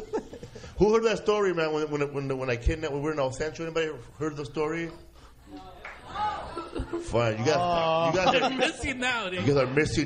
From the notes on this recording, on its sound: We celebrated by doing the podcast in front of a live audience. At the Ice House in Pasadena and we brought back a bunch of our past guests. Podcast Live in L.A.